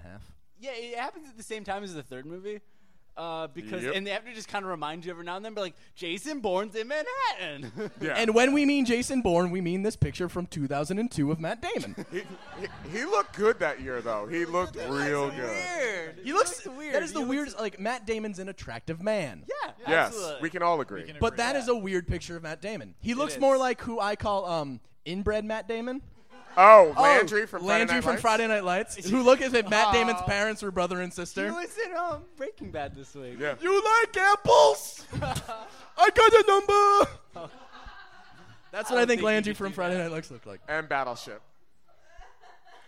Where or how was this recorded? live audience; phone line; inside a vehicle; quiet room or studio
live audience